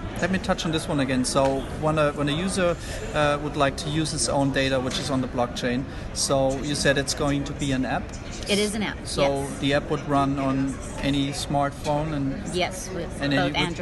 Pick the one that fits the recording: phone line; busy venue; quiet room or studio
busy venue